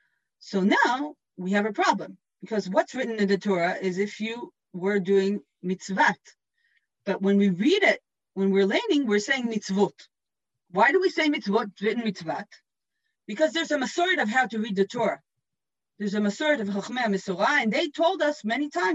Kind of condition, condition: link, video call